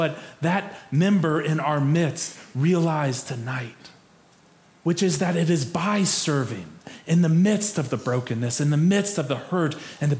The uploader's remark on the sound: Preached for our Maundy Thursday Worship Service